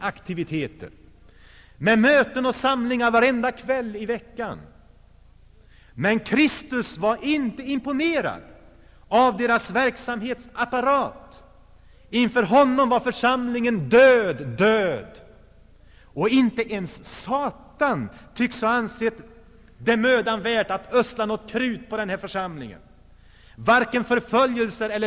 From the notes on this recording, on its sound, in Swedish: Inspelad i Saronkyrkan, G&#246;teborg 1984-11-18.